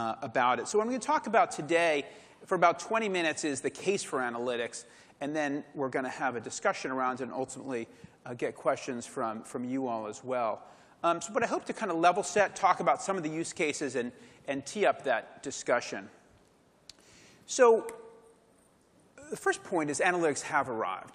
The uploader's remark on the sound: you'll hear the session recording from LegalWeek New York in February 2018